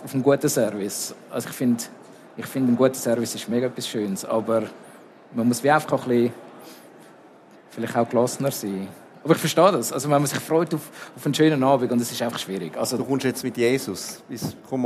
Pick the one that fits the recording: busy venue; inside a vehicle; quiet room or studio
busy venue